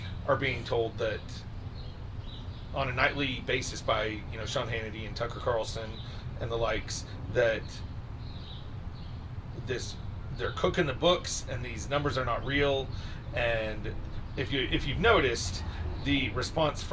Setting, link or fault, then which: setting, outdoors